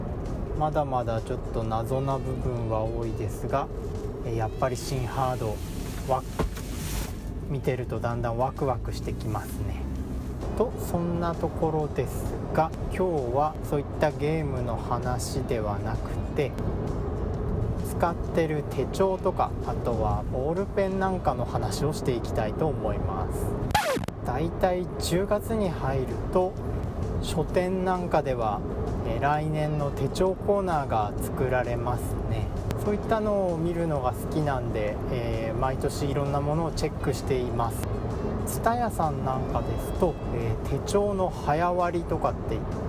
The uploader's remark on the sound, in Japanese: 車中収録で、周囲の音入りまくりです。